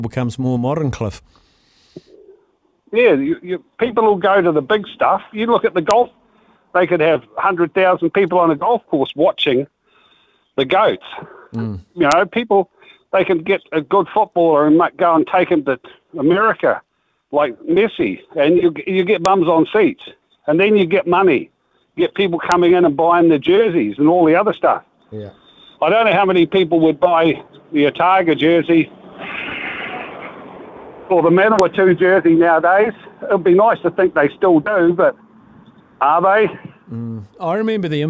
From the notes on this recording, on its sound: opens the phone lines to ask the listeners